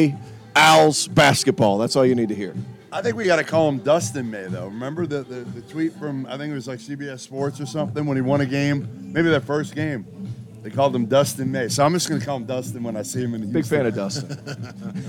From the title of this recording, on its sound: live from Stadium Swim in Las Vegas